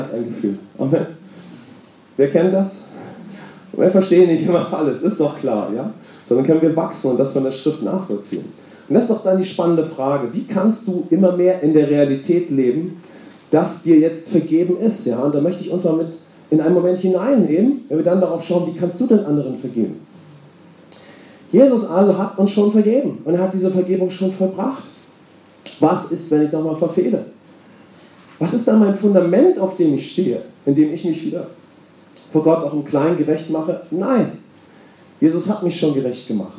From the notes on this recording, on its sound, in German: Wir bitten die geringere Aufnahmequalität zu entschuldigen. Bei der Aufnahme gab es technische Schwierigkeiten mit unserem Mischpult. Deshalb mussten wir die Sicherheitsaufnahme mit einem Iphone verwenden.